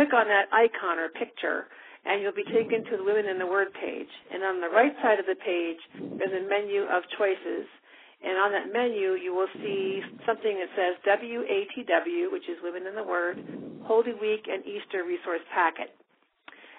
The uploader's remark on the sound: FutureChurch held a free phone conference.